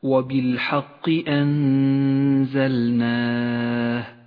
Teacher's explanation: أنزلناه النون الساكنة جاء بعدها حرف الزاي لونت النون بالأخضر لأنها تغن بمقدار حركتين من غير تشديد · Term: الإخفاء